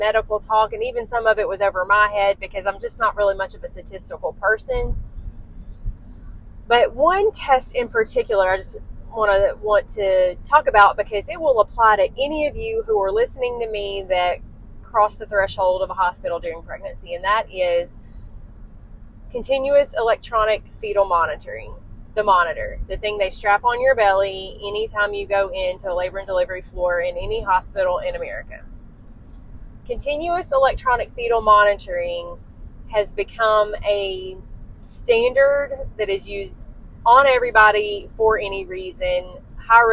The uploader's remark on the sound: DISCLAIMER -- The audio on this episode is less than desirable! I was driving home and was too excited to wait to record so i did it while in the car. Please forgive the bad audio and road noise. This episode was recorded during my drive home so the audio is less than desirable.